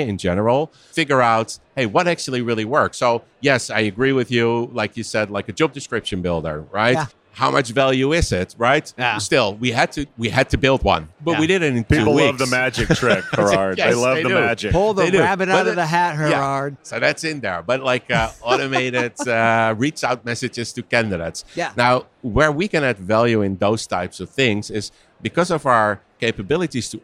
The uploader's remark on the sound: Recorded live from the Textkernel booth in Paris at Unleash